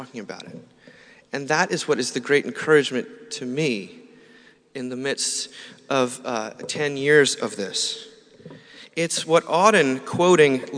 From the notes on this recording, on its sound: Closing Saturday morning talk at our 2017 Conference in New York City. Delivered April 29th, 2017 at St George's Episcopal Church.